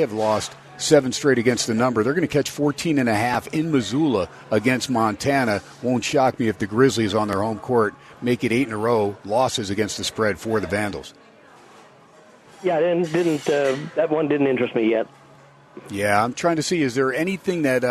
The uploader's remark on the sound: "Live" from #SteinersPub #LasVegas. On 101.5 FM K-DAWN & streamed on the #worldwide #Audacy App!